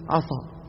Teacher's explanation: لو فخم القارئ السين من عسى شو بتصير؟ عصى